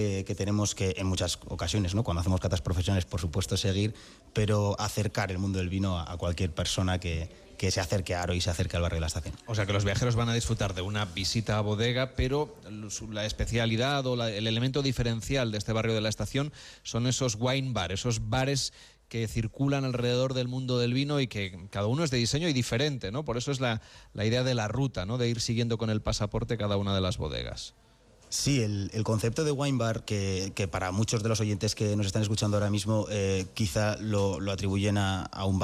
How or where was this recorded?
busy venue